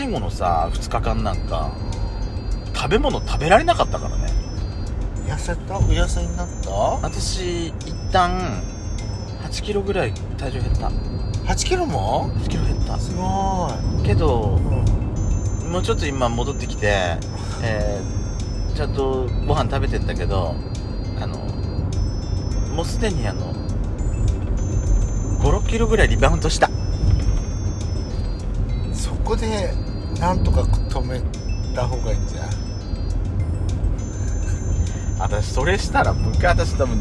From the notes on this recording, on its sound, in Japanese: ドライブ収録。ロードノイズごめんね。